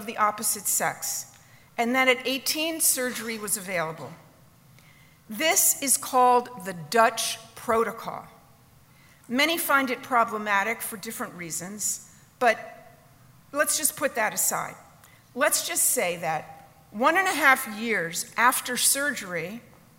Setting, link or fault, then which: setting, live audience